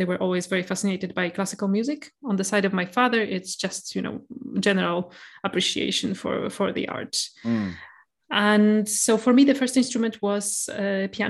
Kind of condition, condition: link, video call